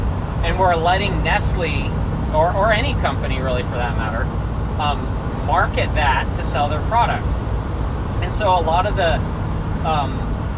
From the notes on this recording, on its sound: This episode was recorded on the road. As a from-the-hip recording, this conversation traverses quite a varied terrain.